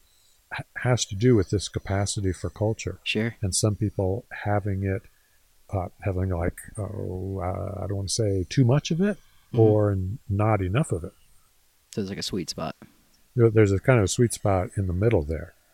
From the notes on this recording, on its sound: We filmed this live in the field at the LaPrele Mammoth Site, WY, so forgive me for the sound. Lots of cars and wind.